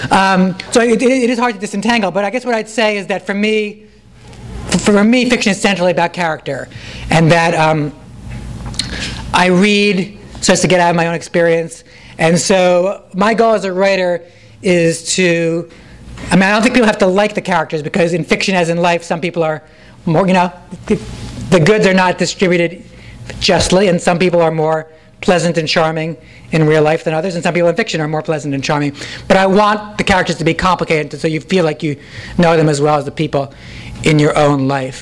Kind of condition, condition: setting, live audience